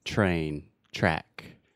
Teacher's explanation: the TR sound in English normally makes what I would call the CH sound